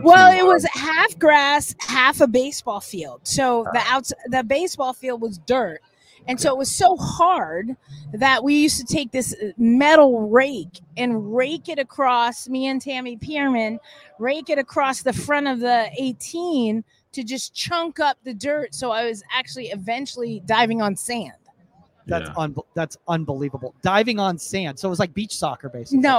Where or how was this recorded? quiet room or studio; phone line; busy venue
busy venue